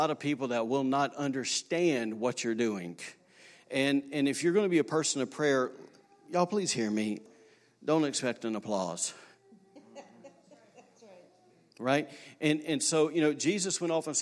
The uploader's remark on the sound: recorded on Sunday, April 7, 2019, during service at The Anchor Church in Rockport, Maine